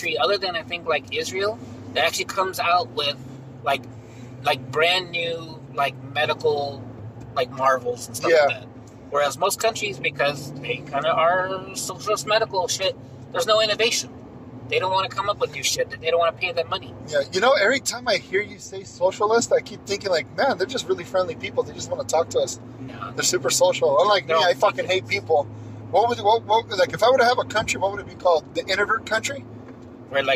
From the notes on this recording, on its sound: The Bunk buddies do their first podcast live, together, in a truck, on the freeway, in Los Angeles. The long awaited reunion of the bunk buddies takes place on the 5 freeway.